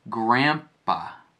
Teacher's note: It's not grandpa. It's grandpa, almost with an M sound.